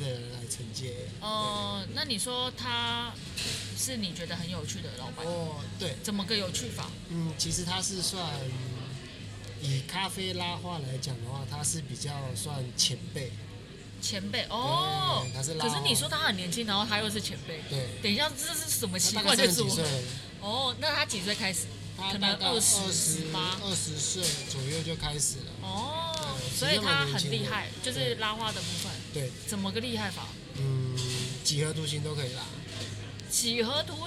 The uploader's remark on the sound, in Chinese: 位在信義區市政府站，「CAFE Start 」咖啡外帶店。這集節目我嘗試了在咖啡店裡面錄製。第一次做了這個小嘗試，原本期待有自然的咖啡廳環境音應該還不錯！但實際上錄製的音質的確有點“超乎我的預期”啊…（笑）。